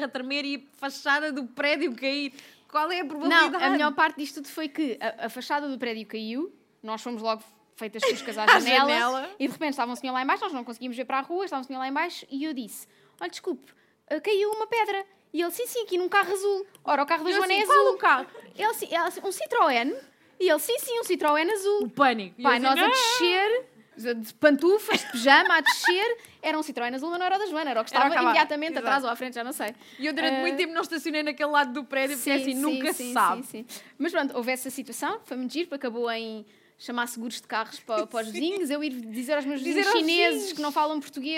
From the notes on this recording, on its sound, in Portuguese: Livra-te ao vivo na Festa do Livro da Amadora. Gravado a 8 de setembro na 8ª Festa do Livro na Biblioteca Fernando Piteira Santos, na Amadora. Se ouvirem um tic, tic, tic, pedimos desculpa.